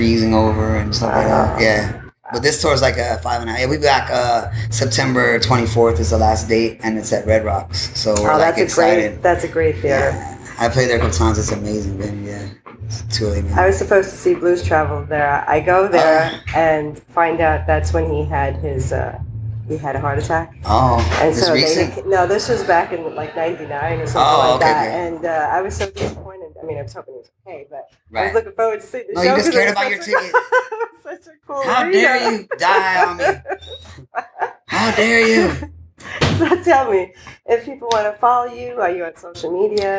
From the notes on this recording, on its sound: Interview will be already in progress as it was the evening of the show and there may be some background noises as we were in the Green room.